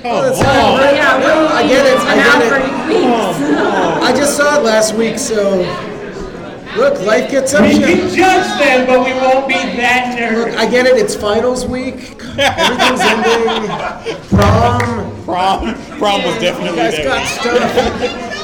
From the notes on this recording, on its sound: Phoenix Fan Fusion. We let the audience decide!